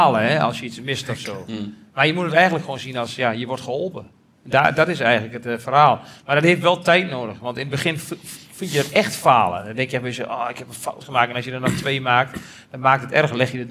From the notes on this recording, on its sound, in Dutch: Deze uitzending is opgenomen tijdens de het live-event in samenwerking met Q Concepts. 80 aanwezige luisteraars.